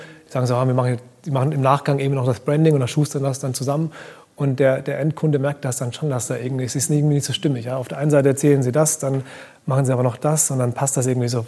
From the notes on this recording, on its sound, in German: Live vom Demo Day des 6.